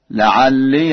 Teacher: قرأ ورش بفتح ياء الإضافة